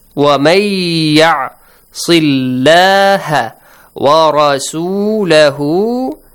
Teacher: waman is changed to wamay · Term: Idgham